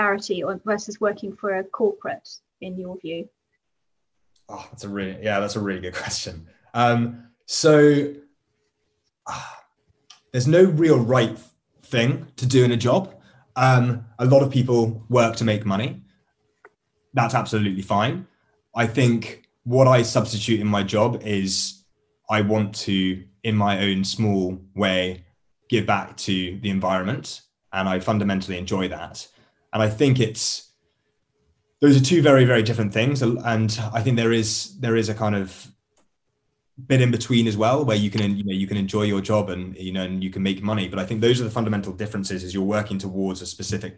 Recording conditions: video call